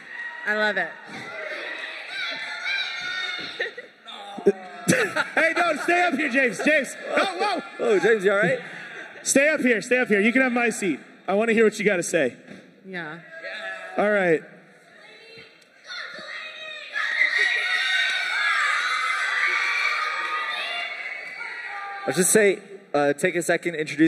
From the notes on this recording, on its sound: LIVE Podcast! - Featuring Students (Kingdom Camp 2023). We spent some time hearing from our campers.